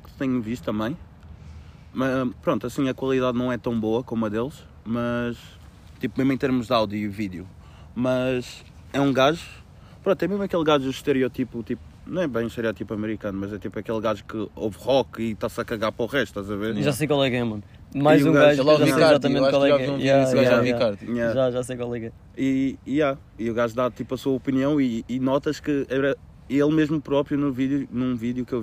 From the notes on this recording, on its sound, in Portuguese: Esta semana temos um episódio especial que foi gravado num jardim.